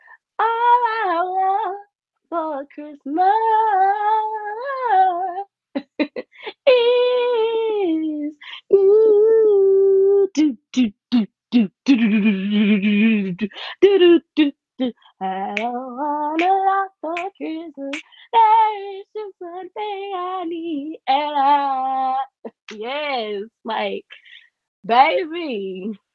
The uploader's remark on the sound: Not be the best because I had to use my headphones because my mic couldnt be connected, my apologies.